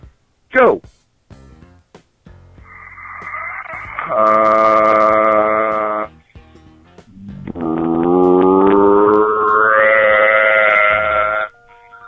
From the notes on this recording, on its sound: …'s Personal Prank Phone Calls Collection.